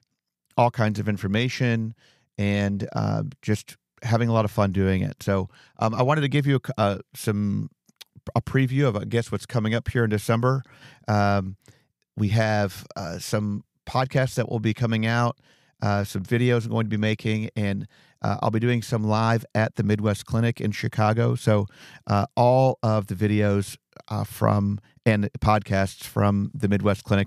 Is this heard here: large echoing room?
no